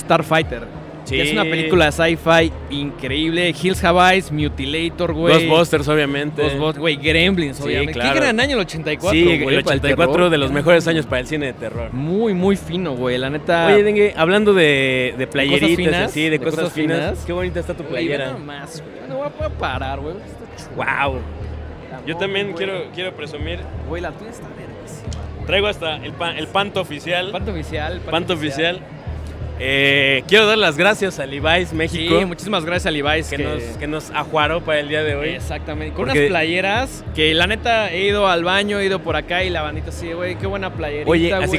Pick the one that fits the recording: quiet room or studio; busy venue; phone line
busy venue